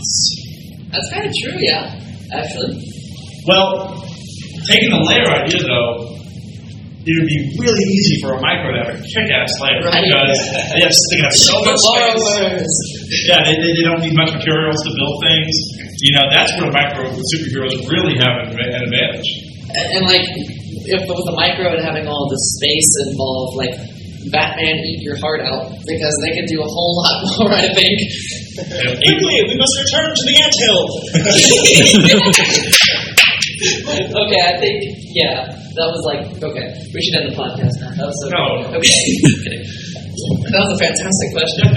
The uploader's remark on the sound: Direct from Texas Furry Fiesta at the Hotel Intercontinental Dallas, it's Size Matters LIVE!